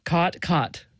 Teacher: what's called the caught merger, or in linguistic circles, the low back vowel merger · the low back vowel merger, which is sort of the biggest marker of Western speech